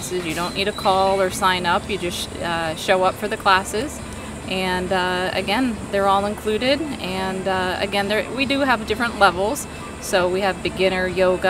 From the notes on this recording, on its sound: Vero Beach Social Media Pop-Up Podcast. We're live, on location at Chive in Vero Beach, Fl.